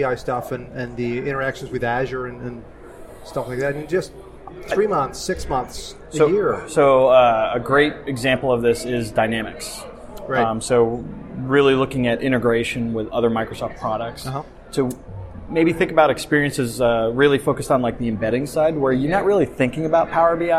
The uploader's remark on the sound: The third special episode was recorded at PASS Summit in Seattle and is comprised of two interviews.